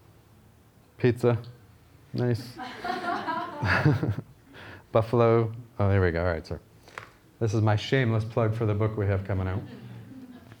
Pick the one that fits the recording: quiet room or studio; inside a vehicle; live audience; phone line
live audience